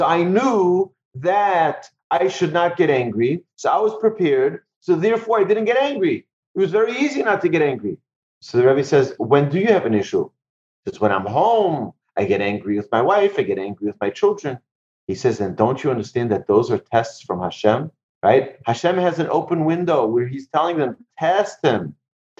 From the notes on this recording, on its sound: Recorded presentation to an online audience. In Houston, Texas.